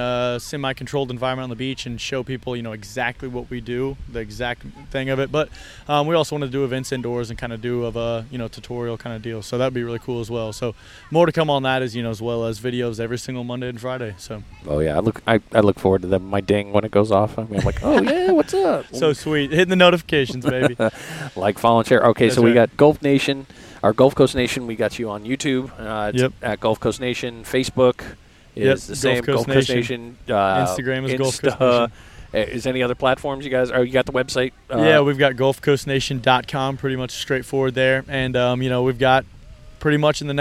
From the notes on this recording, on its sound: This recording was live at the beach while they were working. One of the fishing lights started to droop.